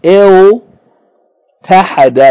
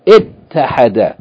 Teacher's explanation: the wow is assimilated into the ta, so instead of il tahada, it became it tahada · Shown in: second take · Yani, the wow became ta.